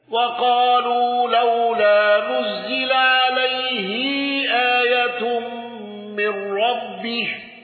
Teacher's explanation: الأزرق بتوسط ومد البدل